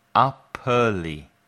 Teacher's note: Nota cómo se junta el sonido final de up con el sonido vocal al principio de early. Up early. Se juntan up con early, up early.